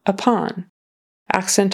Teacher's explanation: Accent on the second syllable. And make sure that's an ah, ah, short O, upon.